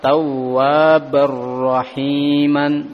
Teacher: Langsung tanwin masuk ke dalam huruf ra.